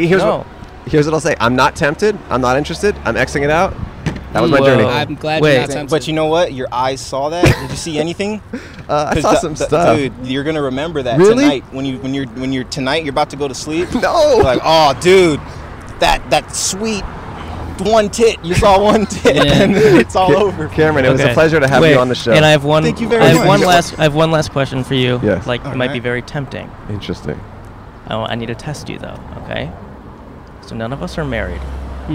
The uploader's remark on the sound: Outside A Hollywood Celebrity Church (Kicked Out). On Easter Sunday at a trendy Church in Hollywood, CA.